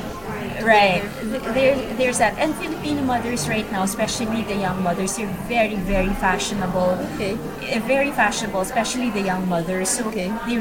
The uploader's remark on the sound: During the last edition of Playtime New York in February we recorded a podcast. Unfortunately, there was a significant amount of background noise in the room that affected the clarity of the audio. We sincerely apologies for the poor quality of the record.